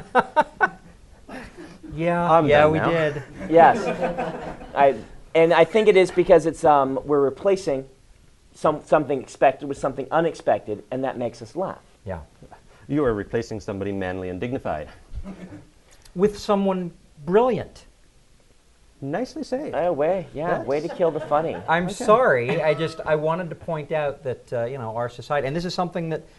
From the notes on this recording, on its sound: in front of a live audience at Penguicon